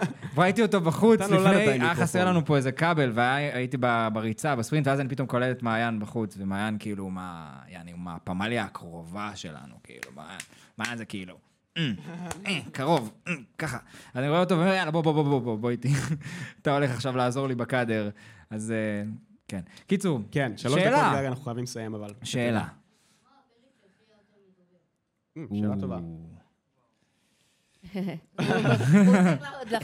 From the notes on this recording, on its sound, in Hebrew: הפרק הזה הוקלט בקולנוע קנדה מול קהל חיי